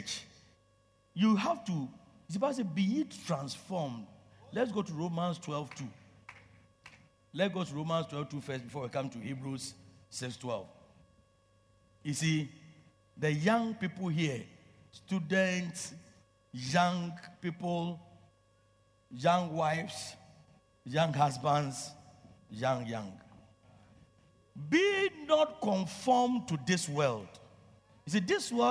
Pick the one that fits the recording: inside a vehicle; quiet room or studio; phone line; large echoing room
large echoing room